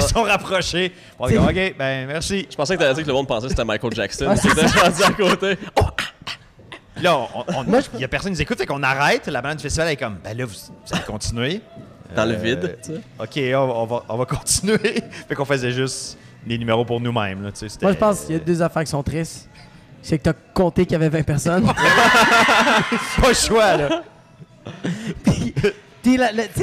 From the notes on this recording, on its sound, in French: Artistes de la région sont invités à des discussions en direct du Minotaure.